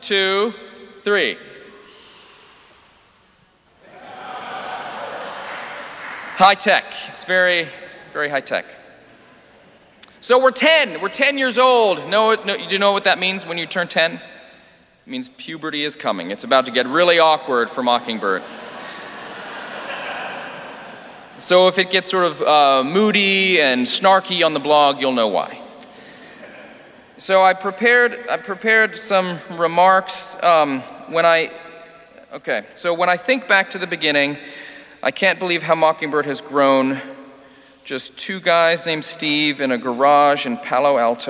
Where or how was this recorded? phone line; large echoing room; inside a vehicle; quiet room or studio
large echoing room